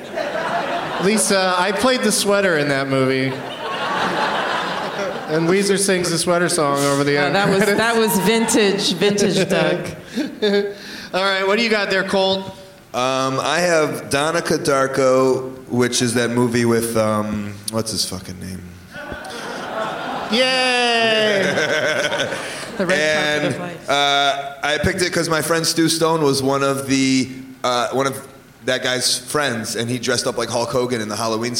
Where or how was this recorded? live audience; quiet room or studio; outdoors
live audience